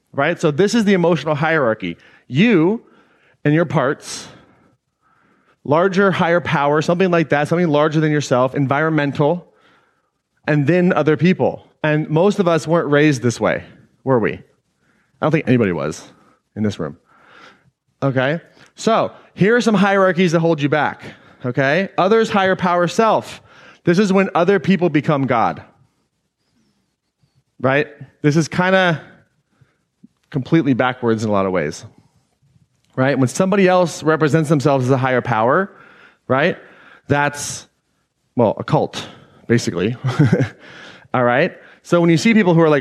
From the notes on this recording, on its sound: Today’s episode is an excerpt taken from Claim Your Power Live earlier this year.